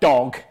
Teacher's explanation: So if you say a word like dog, then the sort of oh sound is sort of steady in the centre of the vowel